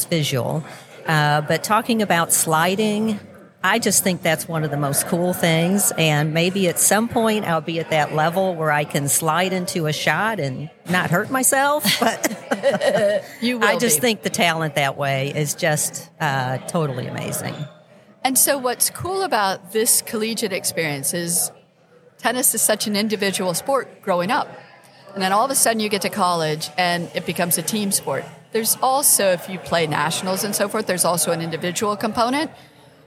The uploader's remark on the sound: Live at the Collegiate Open. At Bonita Bay Club.